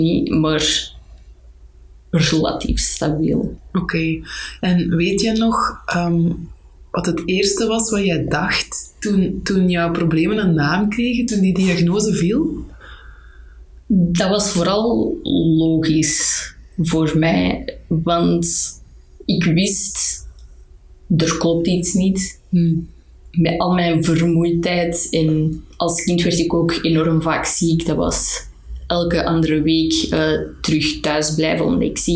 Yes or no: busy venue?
no